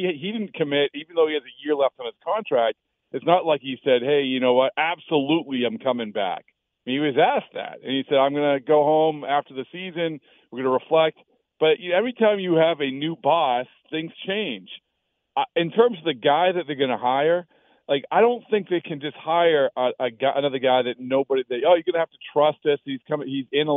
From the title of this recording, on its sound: Calls in Live